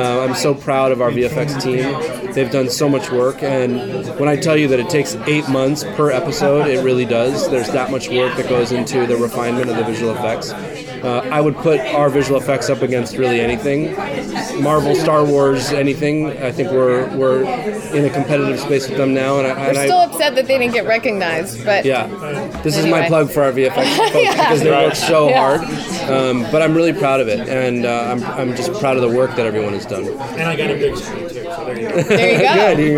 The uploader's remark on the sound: Taped at Madison Square Garden during New York Comic Con.